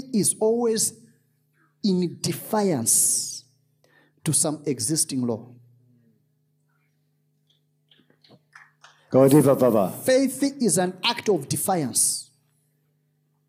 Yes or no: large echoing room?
yes